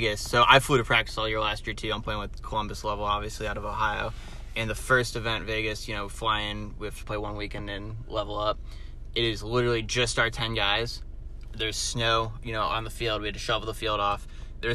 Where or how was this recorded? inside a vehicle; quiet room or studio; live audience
inside a vehicle